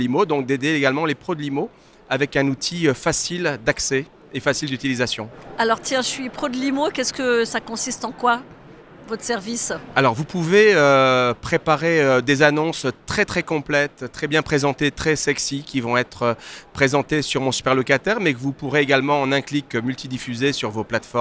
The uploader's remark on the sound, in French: Cet épisode a été enregistré en live du RENT.